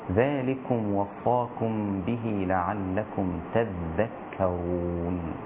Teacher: قرأ شعبة لعلكم تذكرون بالتشديد